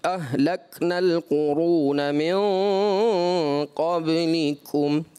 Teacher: دیکھیں، جب غنہ کے بعد جو سبب ہے پر حرف آئے گا تو غنہ بھی پر پڑا جائے گا، اس سے خوبصورتی میں اضافہ ہوتا ہے. اہل عرب جو ہے اس غنے کو پر پڑھتے ہیں